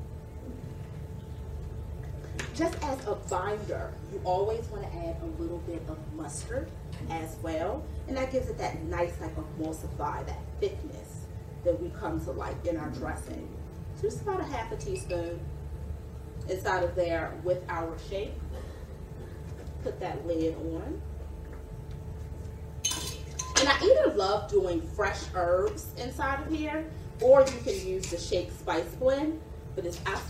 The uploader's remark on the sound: A Live Demo | Alternative Products Expo | Fort Lauderdale 2022